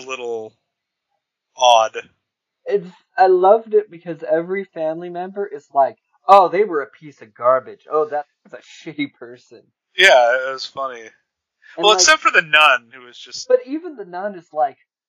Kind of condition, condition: fault, poor sound quality